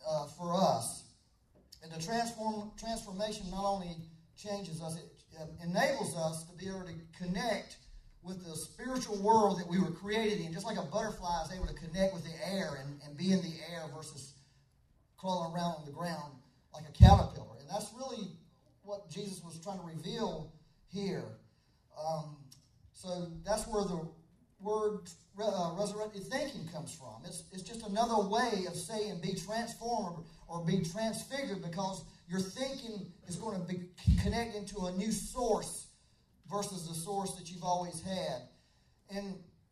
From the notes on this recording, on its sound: We had technical difficulties on this Sunday so the audio quality is not the best.